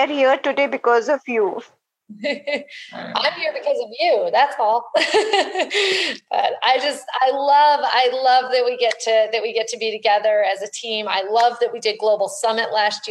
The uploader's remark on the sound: Throughout this time, we’ve continued to meet with our partners every month over large Zoom calls. As one could expect from a live call with 13 participants from 13 different locations across the world, we had some sound issues, but we have done our best to correct them for this podcast.